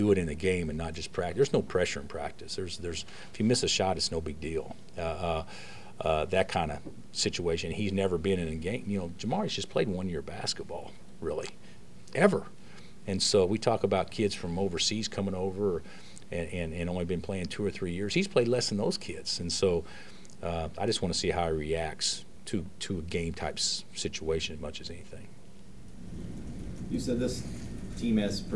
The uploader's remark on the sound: Press Conferences & Post-Game Interviews